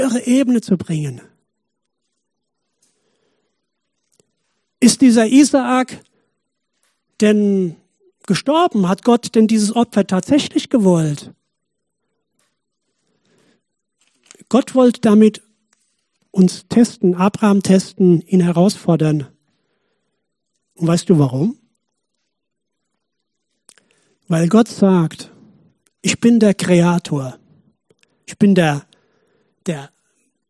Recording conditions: large echoing room